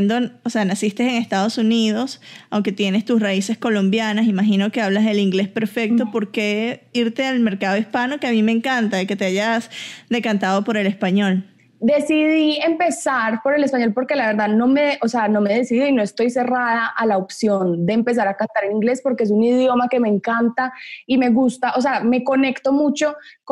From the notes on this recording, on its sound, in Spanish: Conversa vía Zoom.